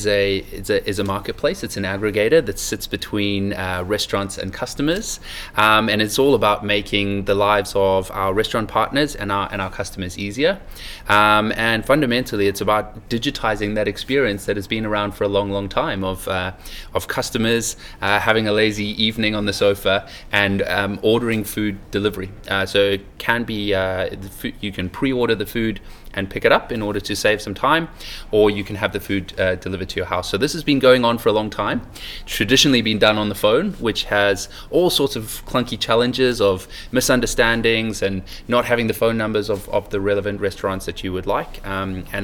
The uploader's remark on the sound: Recorded at Online Retailer 2017 in Sydney